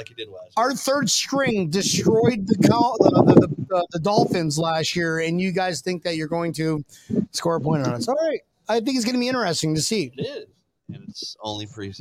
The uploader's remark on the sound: LIVE SHOW FROM LEFTY'S TAVERN.